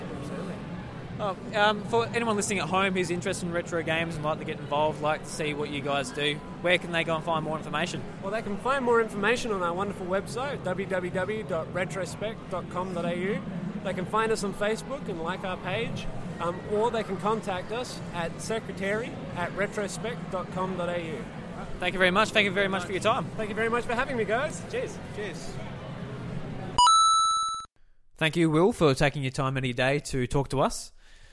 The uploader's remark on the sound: Our AVcon 2018 + More Interviews! During this episode you will hear 5 short interviews the guys recorded on the show floor.